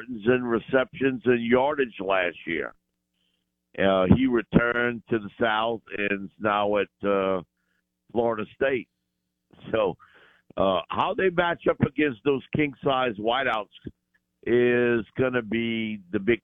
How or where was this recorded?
phone line